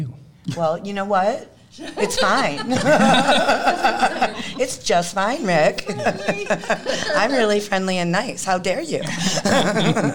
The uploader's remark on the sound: All five of us together at last, live at Monsterfest!